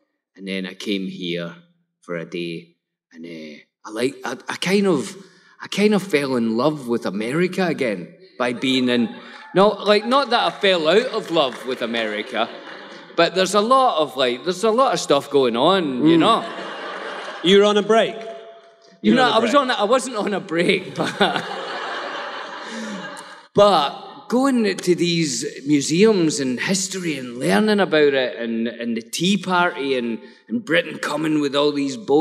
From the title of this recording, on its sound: Live at the Fan Expo in Boston!